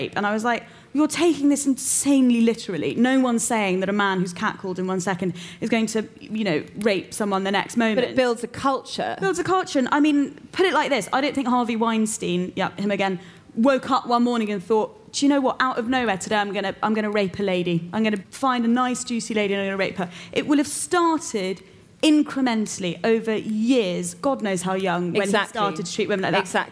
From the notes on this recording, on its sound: It’s another live episode! We’re at The Curiosity Rooms, in collaboration with Google and Selfridges.